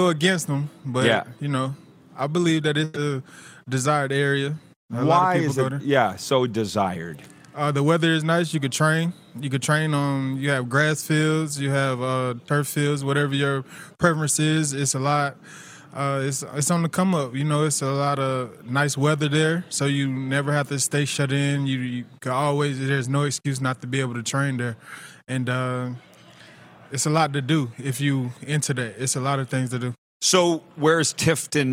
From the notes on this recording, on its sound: LIVE coverage of the CFL's Grey Cup Week from Baller's Rec Room in Regina, SK!